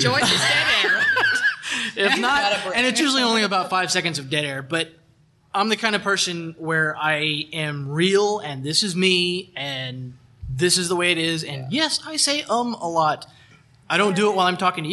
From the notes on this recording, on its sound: We have pulled together the audio from our Podcasting for Geeks panel from Comicpalooza 2019 in Houston, Texas.